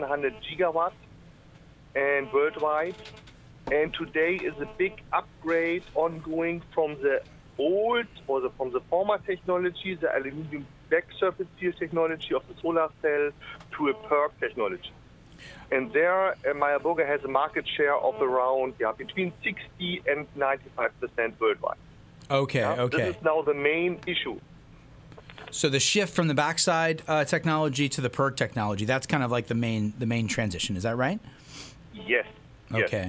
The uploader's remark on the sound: special call in guest